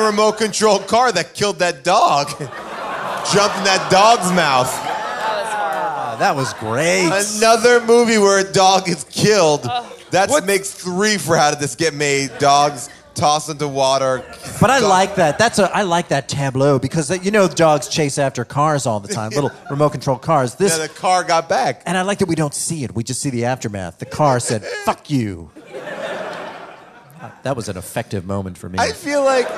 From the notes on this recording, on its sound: LIVE from Largo in Los Angeles